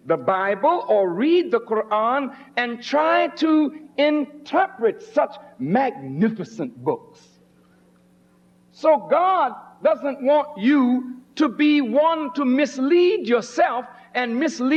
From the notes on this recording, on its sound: At the Nation of Islam's Saviours' Day 1991 Keynote Address at Christ Universal Temple, Chicago, IL.